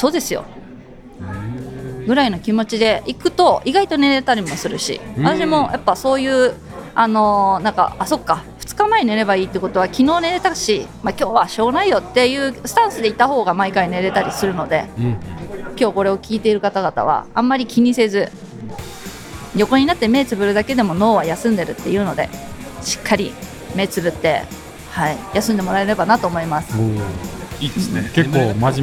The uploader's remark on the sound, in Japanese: LAKE BIWA 100。大会受付会場での収録のため背景音が大きくなっています。